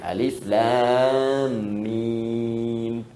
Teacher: Alif harful hawa, lam kelisan, mim di bibir · Term: makhraj